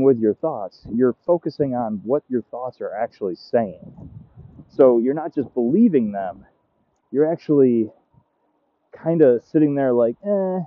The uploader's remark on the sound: The dogs are barking, the wind is blowing